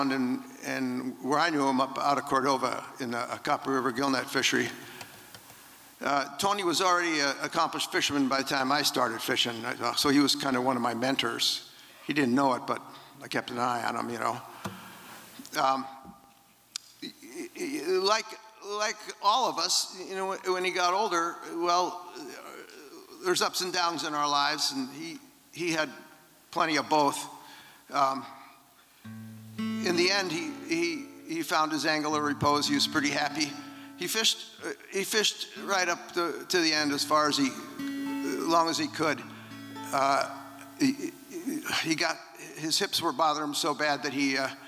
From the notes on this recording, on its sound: 2023 FPG-Liberty Theatre-Saturday Night-Second Set. These performances were recorded at the Liberty Theatre on Saturday, February 25th, 2023.